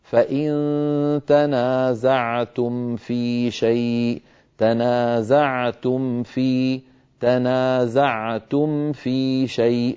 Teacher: بيان الميم عند الفاء في قوله تعالى فإن تنازعتم في شيء، لابد من بيان الميم الساكنة والحرص على عدم خفائها